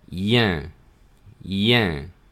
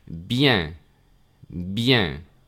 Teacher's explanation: la E abierta nasal que tiramos de la comisura de los labios hacia los lados, esa que normalmente se escribe UN o IN.